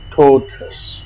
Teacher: Say totus with a stressed vowel as in toll, and follow with a as in about.